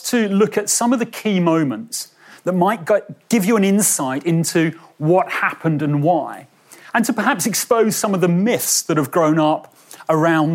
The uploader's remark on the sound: a lecture he delivered at our World War Two day in Bristol’s M Shed last month